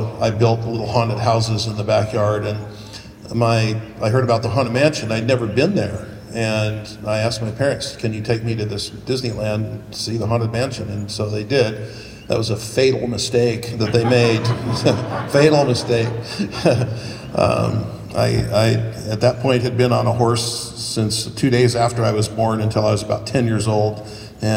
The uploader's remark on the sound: This episode contains excerpts from a panel recording from the inaugural Season’s Screamings event in Pasadena. Live on stage.